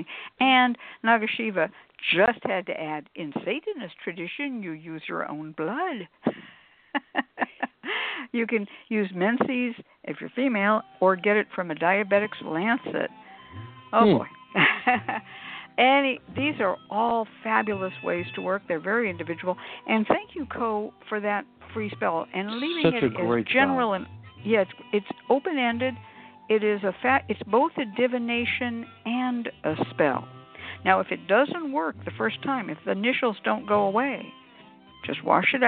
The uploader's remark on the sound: The Lucky Mojo Hoodoo Rootwork Hour is a real, live call-in show. We begin this show with a Discussion Panel.